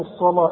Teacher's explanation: الصاد مفخمه اللام دائما انا قلت لك مرققه